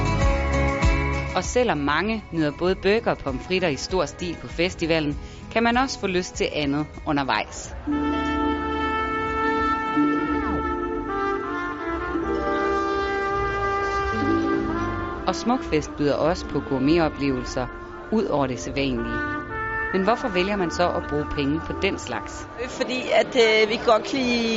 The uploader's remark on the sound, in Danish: De Smukke Nyheder runder årets festival af med indslag fra skoven.